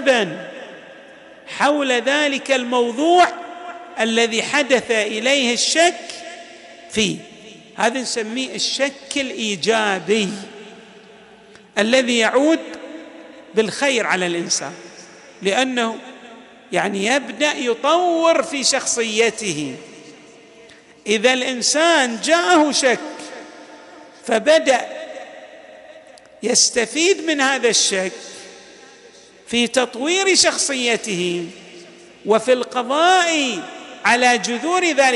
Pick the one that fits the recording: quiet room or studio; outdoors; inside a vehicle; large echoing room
large echoing room